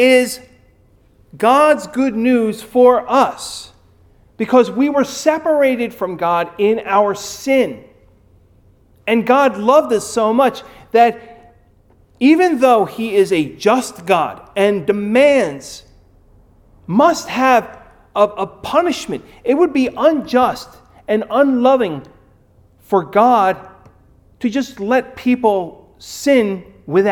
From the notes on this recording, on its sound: Recorded at Ebenezer UMC on March 7, 2021